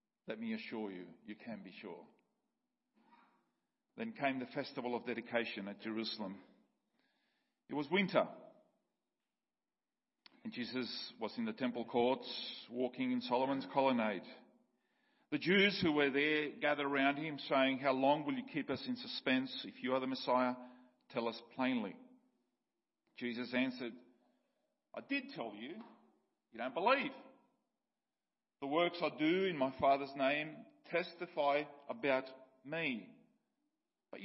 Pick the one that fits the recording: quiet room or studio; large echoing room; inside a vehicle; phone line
large echoing room